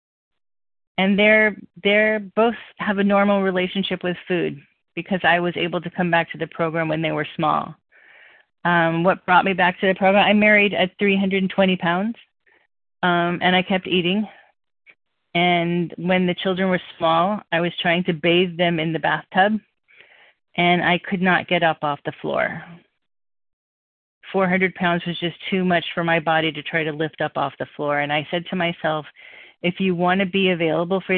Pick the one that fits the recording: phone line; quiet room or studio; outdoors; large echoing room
phone line